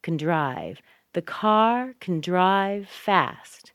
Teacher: Can is very small. Drive is very big. · Term: reduced